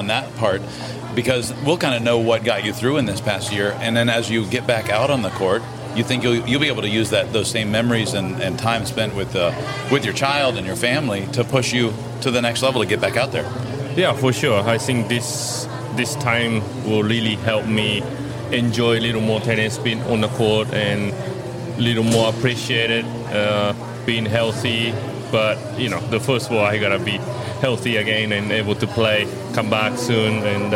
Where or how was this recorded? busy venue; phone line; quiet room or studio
busy venue